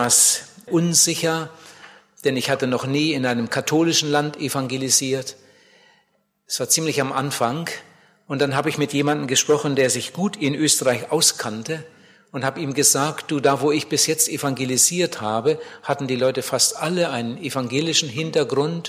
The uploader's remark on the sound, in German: bei einer Evangelisation in Bielefeld gehalten hat